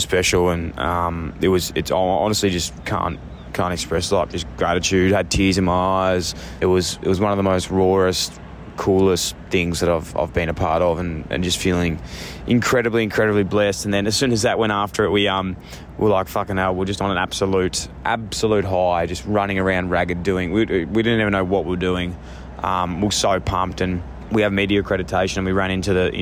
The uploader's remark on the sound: we spoke to him in the official press conference